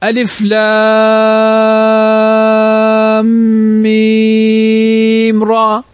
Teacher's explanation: فالراء تمد بمقدار حركتين